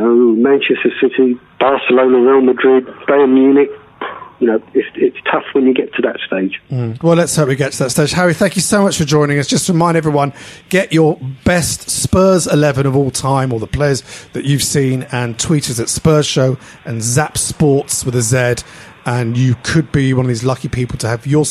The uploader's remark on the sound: on the phone